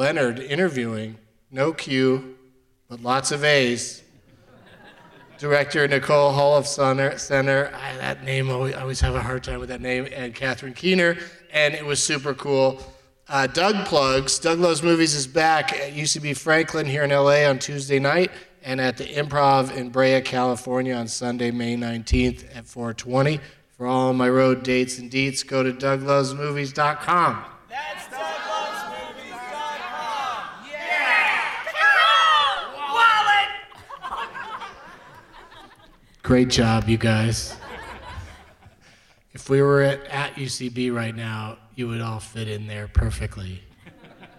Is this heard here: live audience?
yes